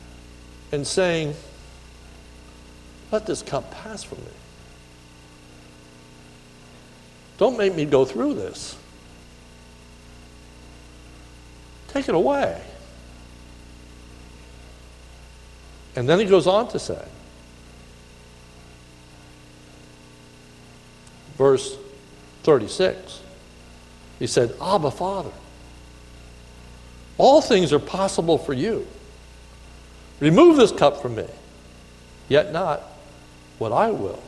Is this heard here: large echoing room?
yes